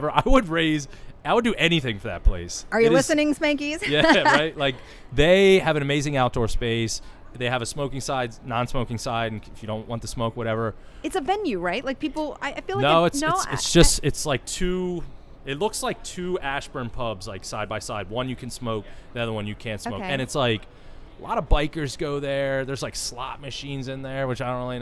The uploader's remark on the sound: The interview takes place at the Tiki Thai in Reston Virginia.